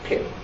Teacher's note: You put your hand up to your mouth. You say the word pit, you can feel the force of the air. · Term: aspirated p